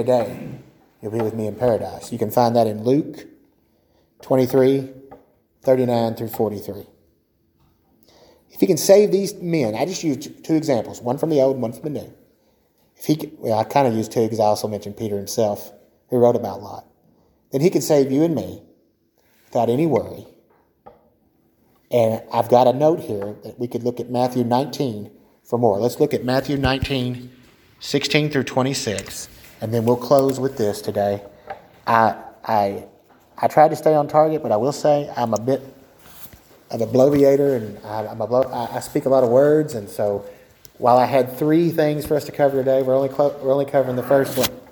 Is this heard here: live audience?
yes